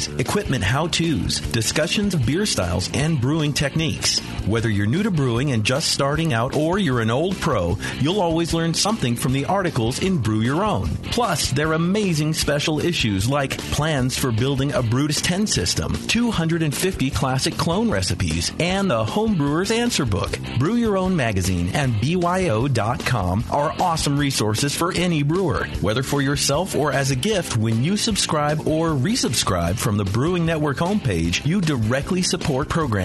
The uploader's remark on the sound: Broadcast live from the National Homebrewers Conference in San Diego. In this on-location episode of Brewing With Style.